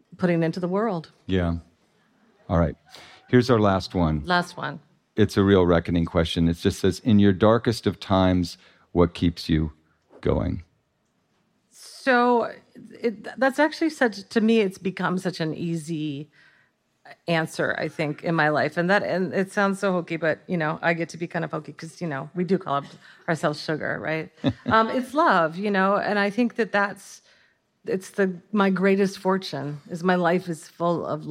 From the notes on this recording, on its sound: Dear Sugars returns to Portland, Oregon, for another epic live show